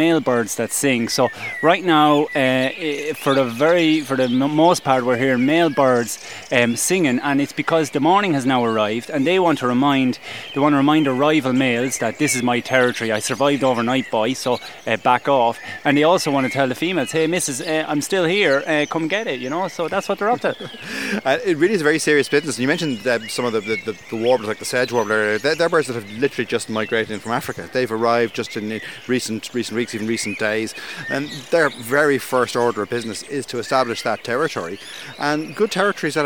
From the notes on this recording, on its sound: Dawn Chorus Live From East Coast Nature Reserve. BirdWatch Ireland's East Coast Nature Reserve (ECNR) in Newcastle, Co. The soundscape in this episode is rich and textured. As the sun rises, Blackbirds and Song Thrushes are first off the mark, with the smaller species joining the chorus as darkness fades. We hear the constant backdrop of the dawn chorus behind them, building as the episode progresses.